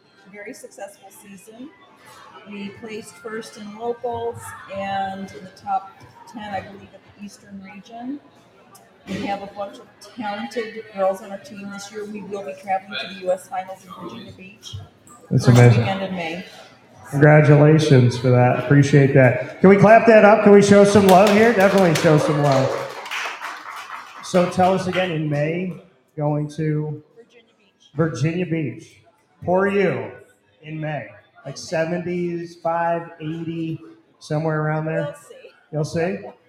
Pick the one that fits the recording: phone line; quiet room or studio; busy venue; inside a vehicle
busy venue